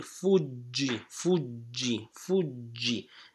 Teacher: you have to stop a bit on the double G